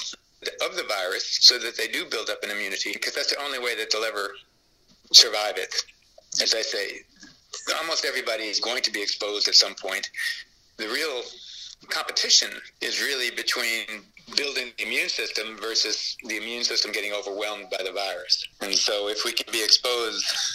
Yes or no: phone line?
yes